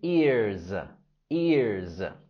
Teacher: Y fíjate en el sonido z, z, al final de ears